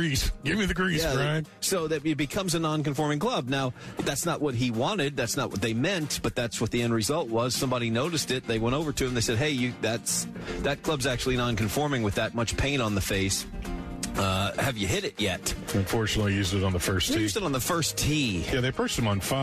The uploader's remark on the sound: live from Pinetree Country Club.